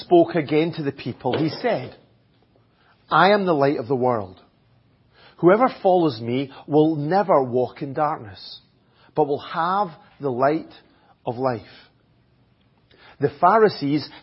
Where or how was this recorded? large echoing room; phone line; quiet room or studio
large echoing room